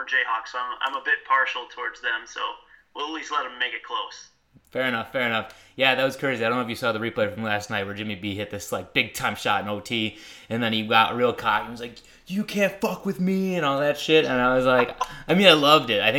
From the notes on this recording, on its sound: gets on the phone